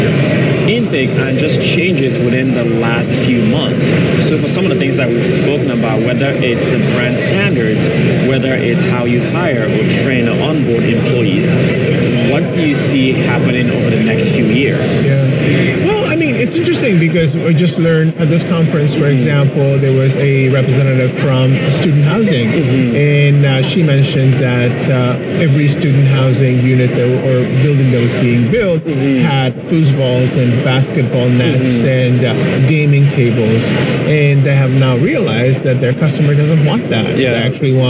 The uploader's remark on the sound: LIVE AT NAA